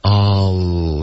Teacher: 所以你要发一个 all 的音，一般是舌尖顶着上颚